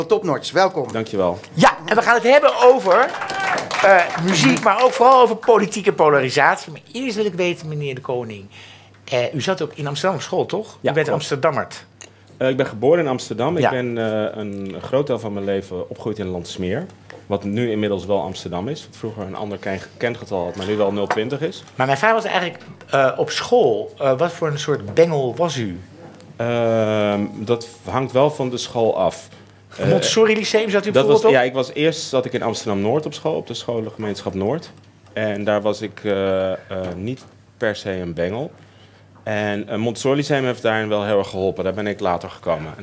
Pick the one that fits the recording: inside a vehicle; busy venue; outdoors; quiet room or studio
busy venue